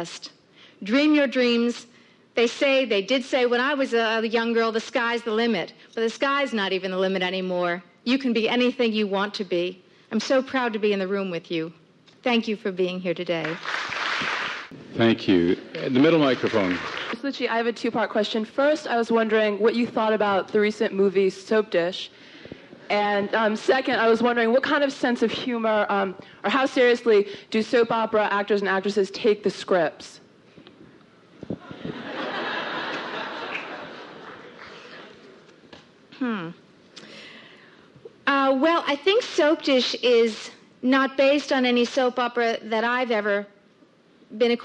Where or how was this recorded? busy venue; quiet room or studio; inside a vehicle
busy venue